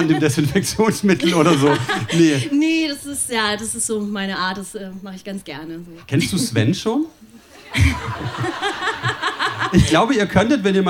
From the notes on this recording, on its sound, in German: Ausschnitte aus der Veranstaltung vom 05.08.2020 im Kulturhaus Insel der Jugend, Berlin. Heißen Dank an das Kulturhaus Insel, unser tolles Publikum.